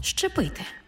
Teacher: У слові «зчепити» зверніть увагу, на його початку є «з» – це свистячий, і поряд стоїть «чи» – це шиплячий. А разом «з» і «чи» на початку слова читаємо як «ши-чи» · Term: уподібнення